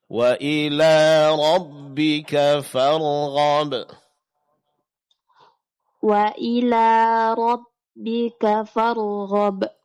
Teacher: Lebih tebalkan huruf ra dan lebih jelaskan tasydid pada huruf ba.